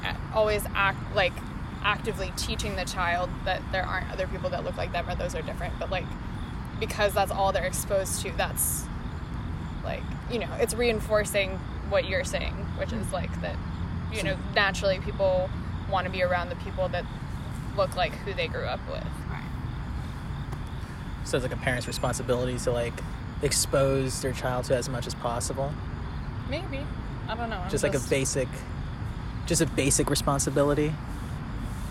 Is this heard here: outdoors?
yes